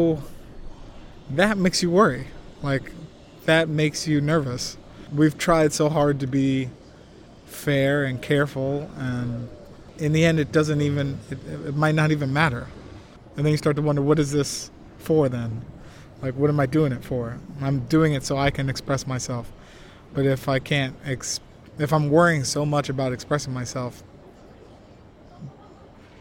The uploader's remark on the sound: Recorded during two meetings at Benchasiri Park in Bangkok